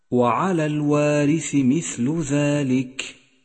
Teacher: نعم، الوقوف على ذلك أفضل من الإتمام، وبالتالي سيسكن حرف الكاف ويتضح همسه